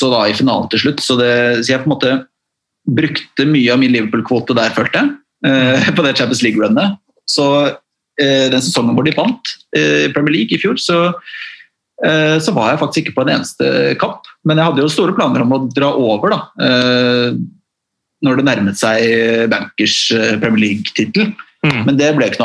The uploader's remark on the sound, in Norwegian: tar seg en Zoom-prat